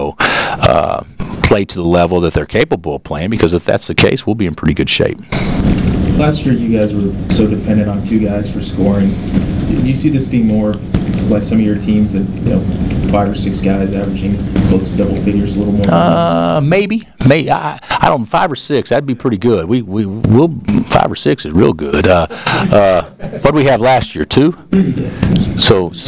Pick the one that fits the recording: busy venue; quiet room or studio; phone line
busy venue